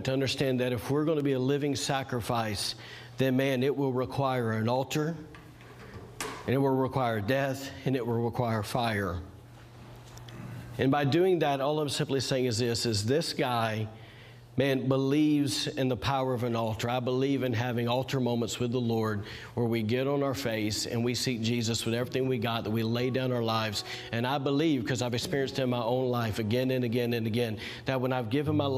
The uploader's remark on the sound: Was recorded on Sunday, February 21st, 2021, during service at The Anchor Church in Rockport, Maine.